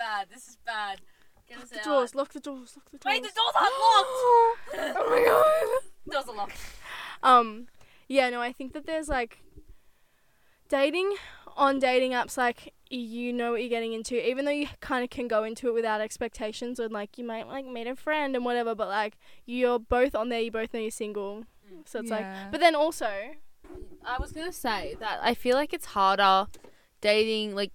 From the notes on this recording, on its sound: Taking you on a ride in the CAR this week. This little road trip.